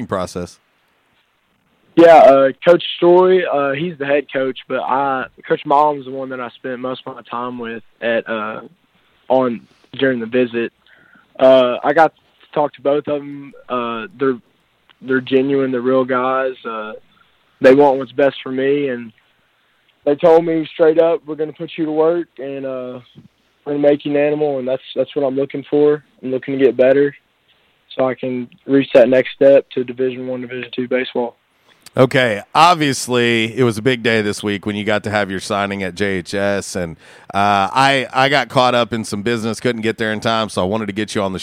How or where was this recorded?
phone line